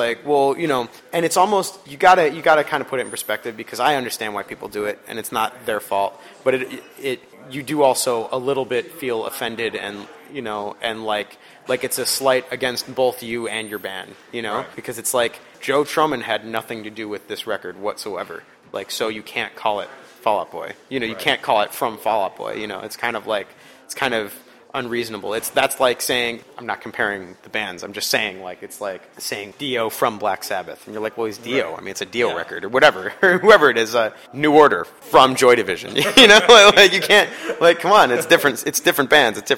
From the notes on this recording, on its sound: In an interview recorded onsite at the Metro prior to the artist’s hometown show this past Friday.